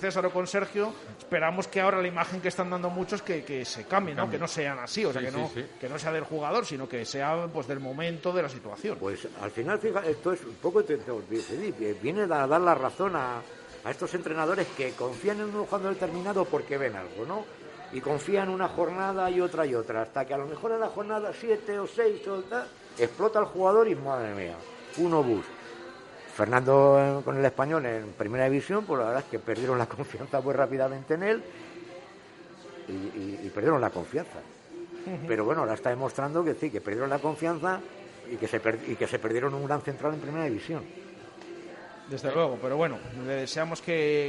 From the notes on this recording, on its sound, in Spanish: en directo desde el KOKOMO Sports Bar Santos Pilarica